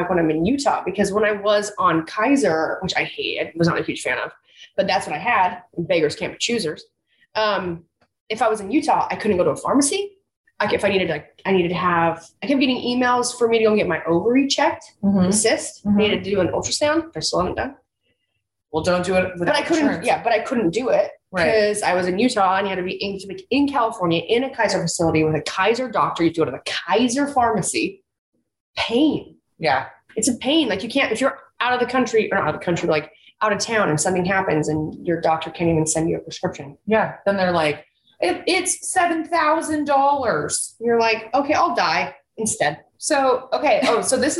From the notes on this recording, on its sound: Zooming with each other! In the same room!